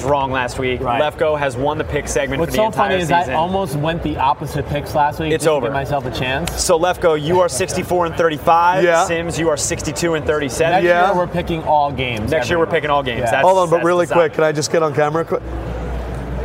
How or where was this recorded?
busy venue